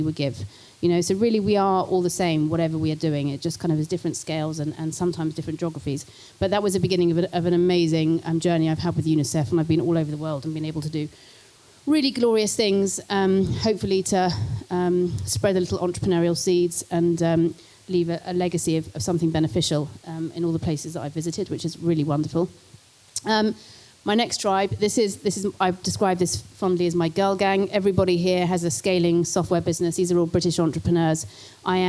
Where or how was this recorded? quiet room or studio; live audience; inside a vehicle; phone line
live audience